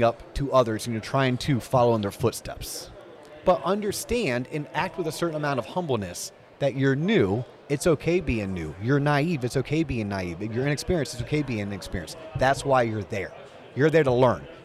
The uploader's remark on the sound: On location from the Mortgage Bankers Association of Florida’s annual convention